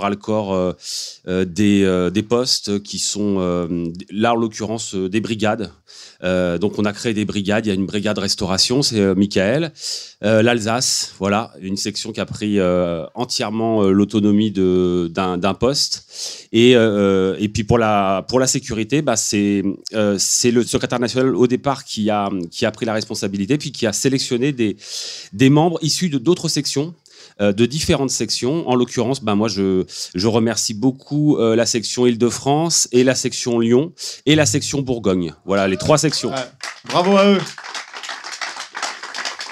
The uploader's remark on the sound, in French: Enregistré en public. Premier Festival de la réconciliation qui s’est tenu en Bourgogne du 14 au 16 août 2020.